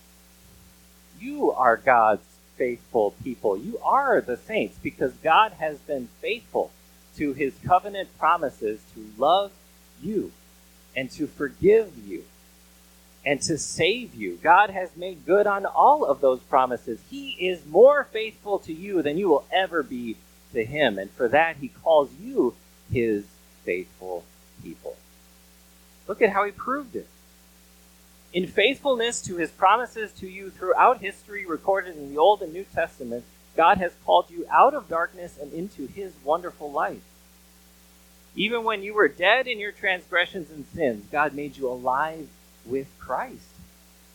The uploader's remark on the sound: Bare with us as we struggle with a few tech issues. If you hear the mic fading in and out, know that we are aware of it and trying to fix it before next week!